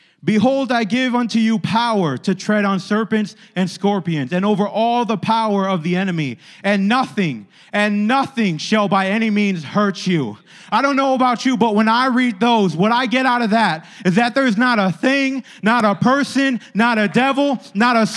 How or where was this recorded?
large echoing room